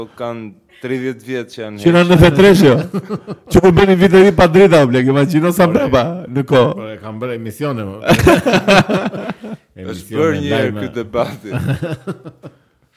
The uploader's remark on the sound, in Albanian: live në Tunel Music Venue